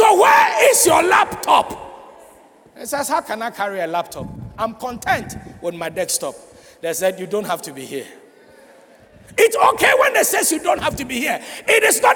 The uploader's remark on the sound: Sermon preached at CBC Shiashie Campus